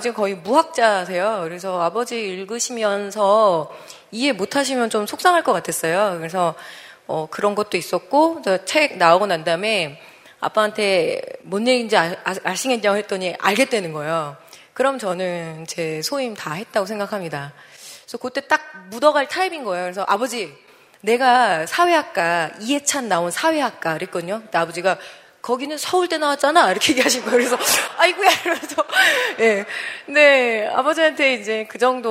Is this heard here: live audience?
yes